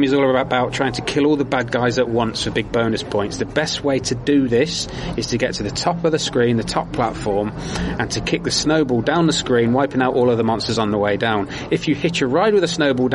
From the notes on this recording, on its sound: Please excuse this show's recording (live from Eurocade). Was quite ill with coldy sore throaty problems.